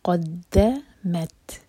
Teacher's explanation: قدمت دا پر ہمس سانس جاری رکھیں گے